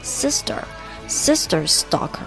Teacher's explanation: 这个 sister 这个 ter 啊，我们不发 ter 的音，我们可以发成类似于 d 的音